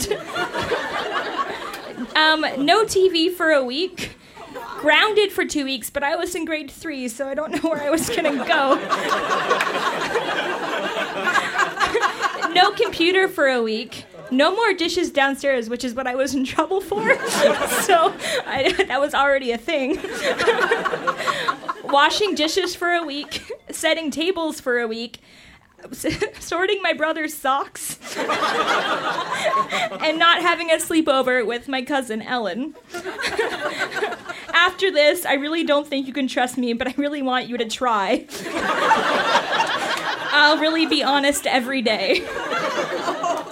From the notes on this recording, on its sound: Recorded live at the Bytown Tavern in Ottawa, Ontario.